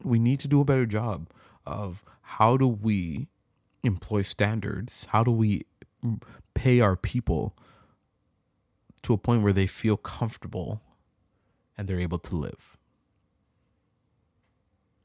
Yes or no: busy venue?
no